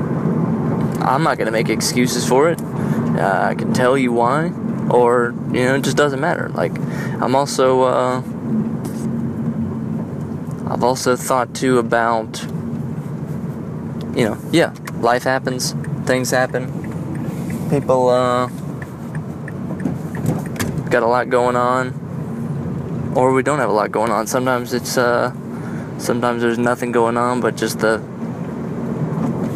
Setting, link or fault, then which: fault, phone or laptop microphone